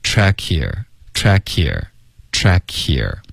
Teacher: 这里 track 跟 hear 呢，它就直接连读了，然后 hear 的这个 h 就听不见了